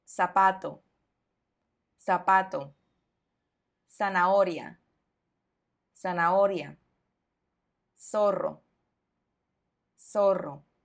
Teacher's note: nuestra Z, S, y la C, cuando es acompañada de las vocales E e I, comparten el mismo sonido en México